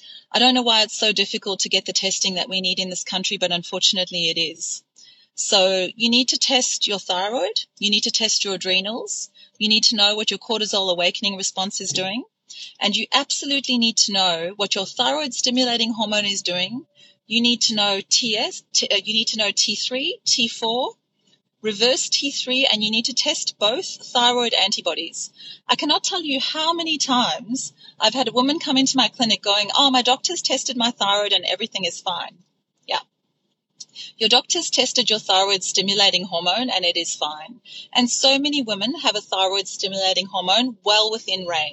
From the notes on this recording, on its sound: This episode was recorded in the spur of the moment, as I'm driving home from dropping my son to his cricket match.